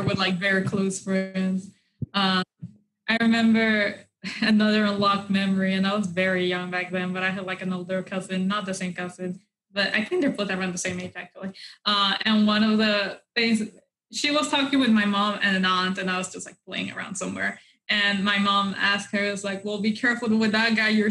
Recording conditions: video call